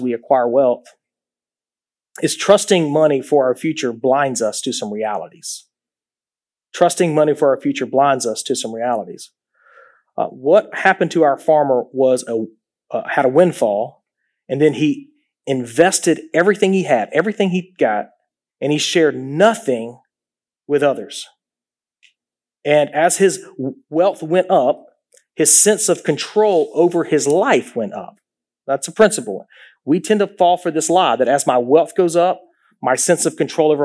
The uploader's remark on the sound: This episode was recorded during a live church service at Islands Christian Church in Savannah, Georgia.